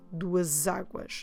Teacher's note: Because águas starts with a vowel, when we use the plural duas águas, you can split the two words saying duas águas, or you can put them together, duas águas, with a Z sound